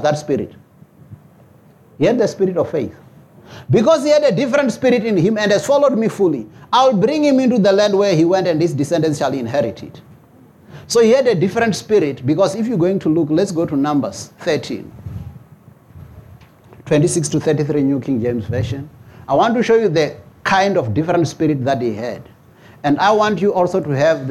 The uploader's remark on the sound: preached at Jesus the Saviour Church, 185 Bobs Way, Eersterivier, Cape Town on 18 February 2024.